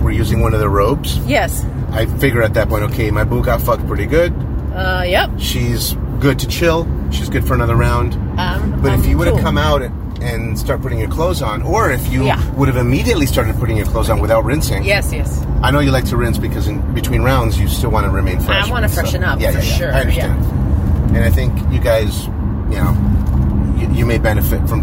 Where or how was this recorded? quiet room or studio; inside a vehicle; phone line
inside a vehicle